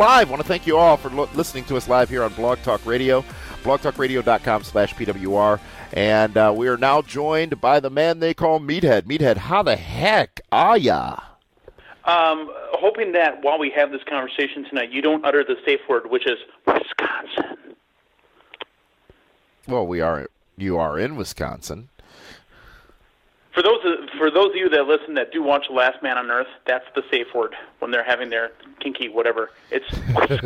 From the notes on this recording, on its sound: we take your LIVE phone calls!